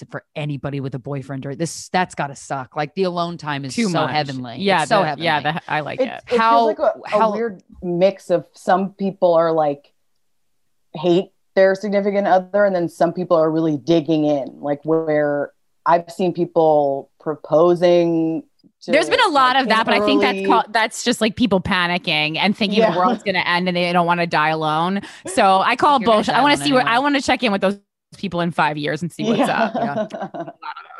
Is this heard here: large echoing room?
no